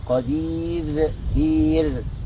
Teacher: لو وقفنا عند كلمة قدير نقف بترقيق الراء